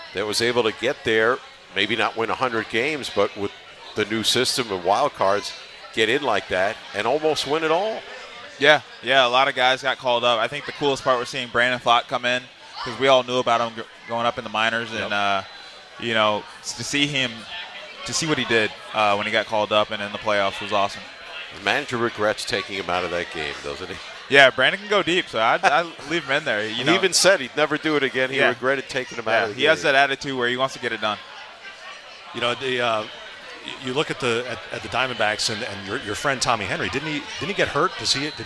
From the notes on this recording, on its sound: live from Duffy's Sports Bar & Grill